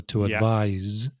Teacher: when it's a verb, the S is pronounced like a Z sound